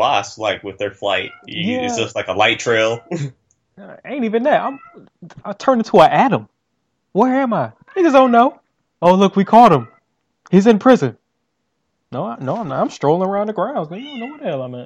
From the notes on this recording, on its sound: Audio may sound tinny. Are currently 200 miles apart.